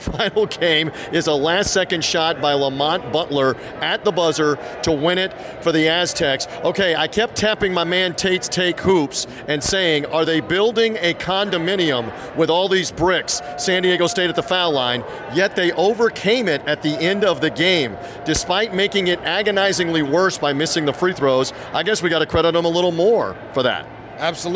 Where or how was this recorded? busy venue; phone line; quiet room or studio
busy venue